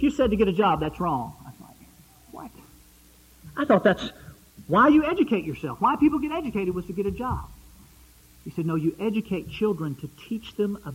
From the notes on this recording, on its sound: Preached at Eureka PBC.